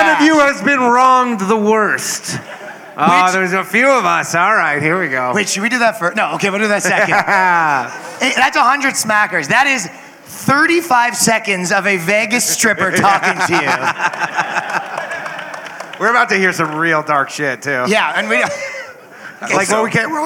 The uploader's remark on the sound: LIVE from Skankfest Vegas 2023. Invite 5 audience members to share their worst relationship stories.